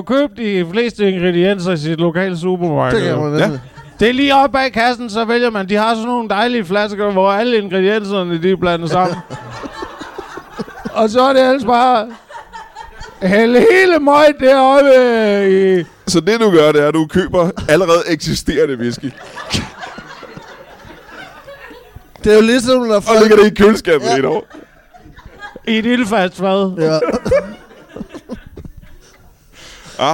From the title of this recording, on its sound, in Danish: LIVE fra Odense